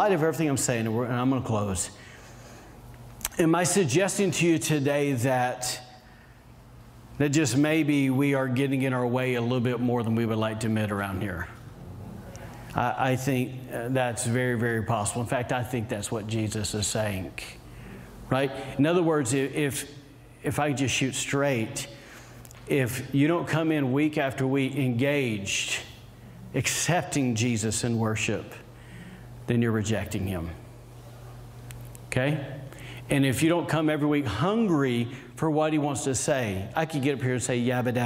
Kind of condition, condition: setting, large echoing room